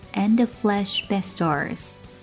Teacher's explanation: And 的失去爆破，back k 也失去爆破。